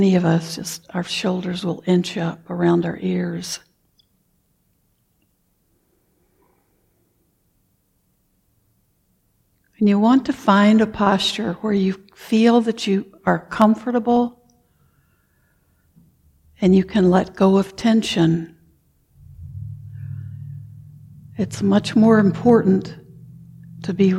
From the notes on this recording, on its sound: Recorded at the Blue Lotus Buddhist Temple on 2023-07-08. Recorded at the Blue Lotus Buddhist Temple on 2023-07-08.